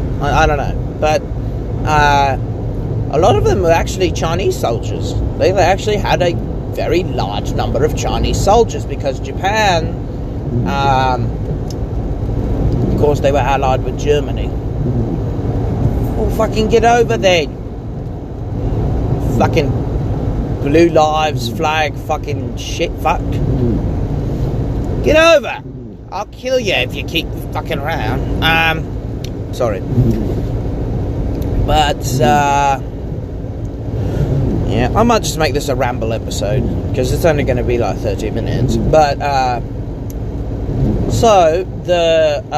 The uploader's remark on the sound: I ramble about things in the car once more